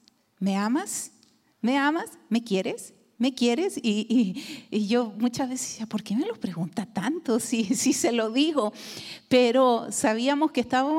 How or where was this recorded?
large echoing room